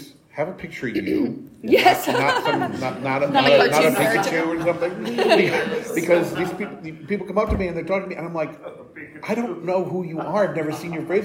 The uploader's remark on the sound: Here is our live panel during Gamehole Con 2023.